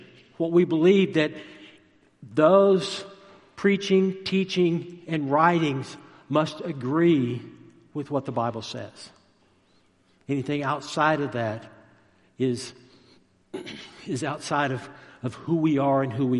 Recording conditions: large echoing room